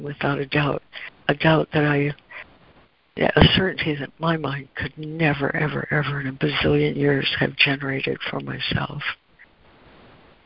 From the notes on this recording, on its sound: ACIM Daily Conference Call